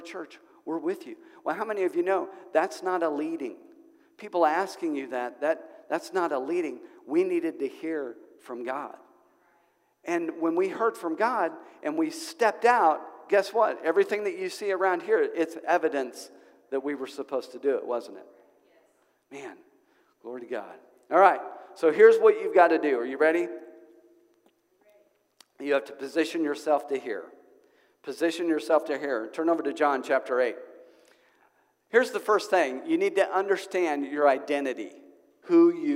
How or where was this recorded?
large echoing room